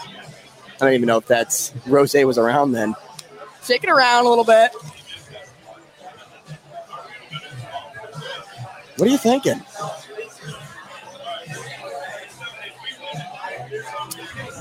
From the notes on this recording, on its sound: live at Lefty O'Tooles.